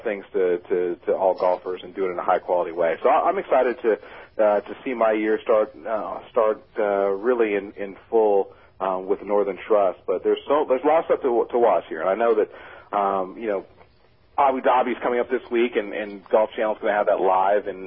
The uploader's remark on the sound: called